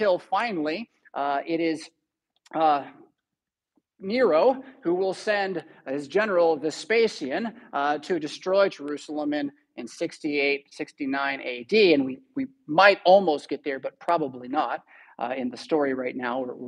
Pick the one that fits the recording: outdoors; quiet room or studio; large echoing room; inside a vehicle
large echoing room